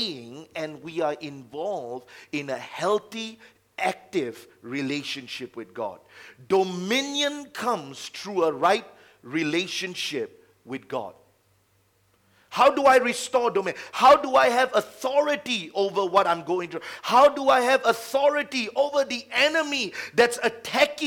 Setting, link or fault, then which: setting, large echoing room